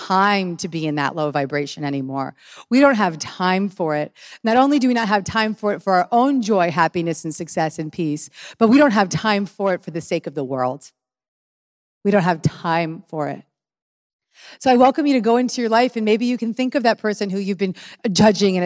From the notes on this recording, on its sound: one of my BEST live talks ever